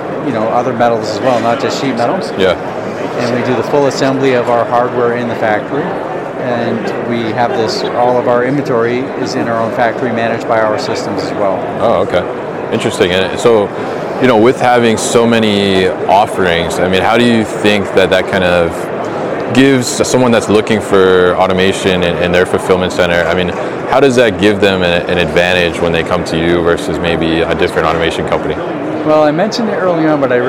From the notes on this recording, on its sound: live from Manifest 2023